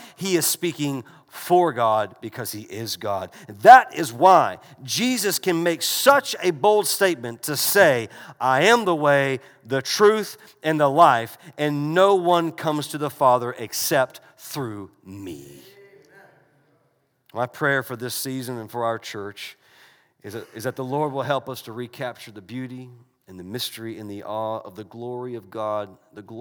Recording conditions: large echoing room